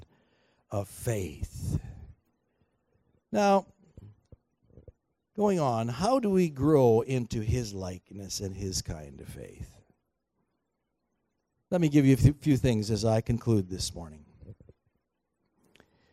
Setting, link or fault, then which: setting, large echoing room